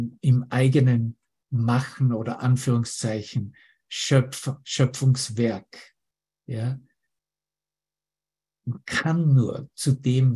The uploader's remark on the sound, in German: Zoom-Session. Veranstaltet von der Aleph Akademie.